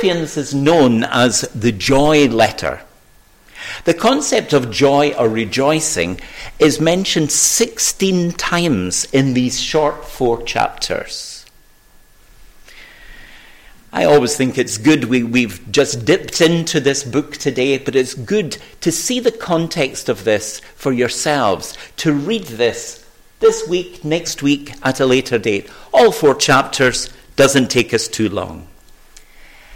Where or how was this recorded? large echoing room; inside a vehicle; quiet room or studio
large echoing room